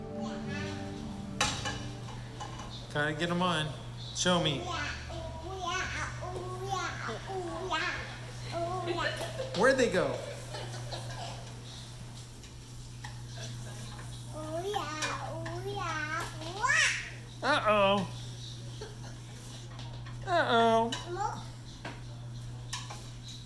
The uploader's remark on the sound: was preached on July 11th at the 11:30AM service.